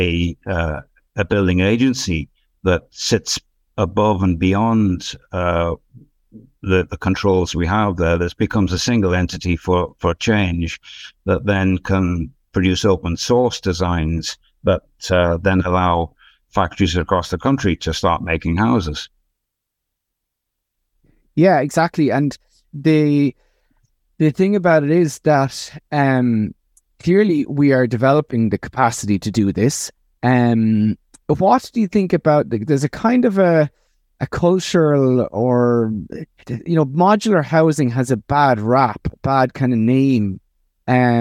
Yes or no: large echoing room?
no